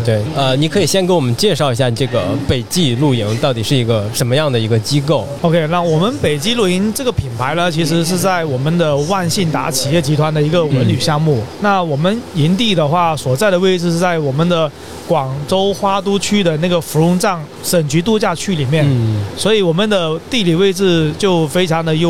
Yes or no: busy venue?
yes